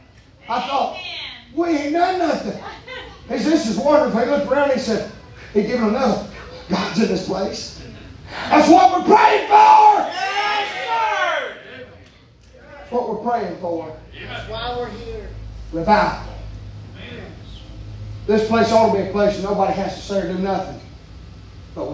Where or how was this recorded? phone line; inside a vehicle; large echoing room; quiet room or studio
large echoing room